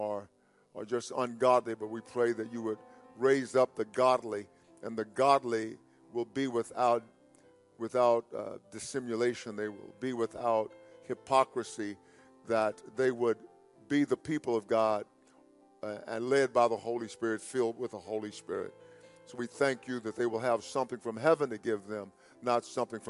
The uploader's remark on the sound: (Entire Service) An Evening Of Praise, Worship & Prayer